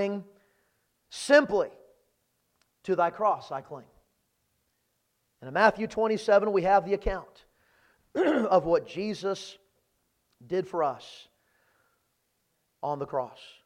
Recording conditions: large echoing room